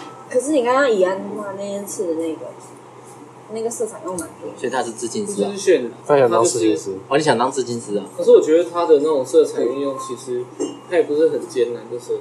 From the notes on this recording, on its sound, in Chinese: 隨意聊到要錄podcast，然後又不小心按到apple watch的錄音，結果不小心就上傳了。